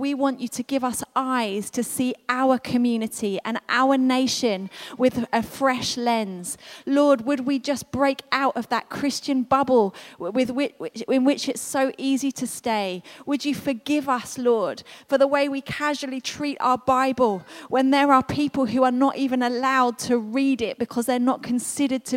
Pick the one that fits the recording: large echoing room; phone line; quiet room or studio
large echoing room